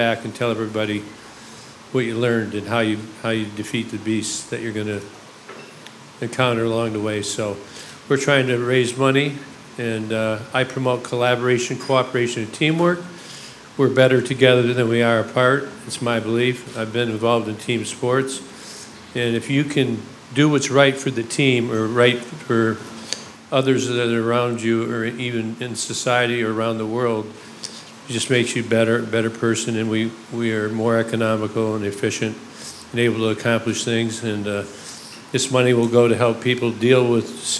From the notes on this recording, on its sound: sat down in front of an audience